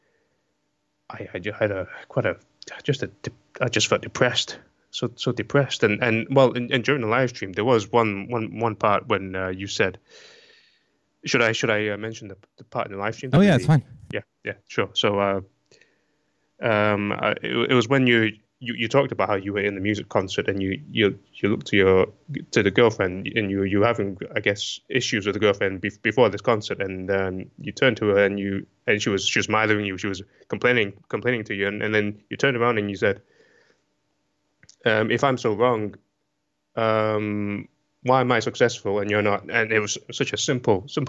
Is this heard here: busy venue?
no